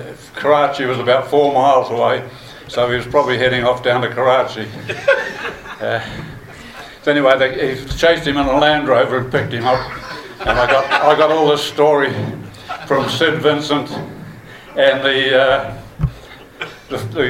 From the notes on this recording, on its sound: Recorded live during the Te Atatu RSA WONZ Forum Meet.